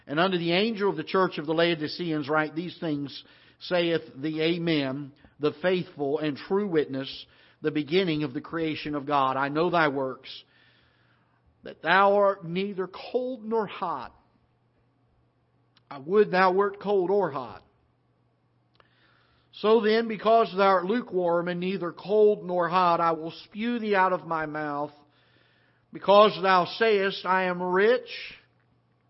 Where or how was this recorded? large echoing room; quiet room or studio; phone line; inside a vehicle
large echoing room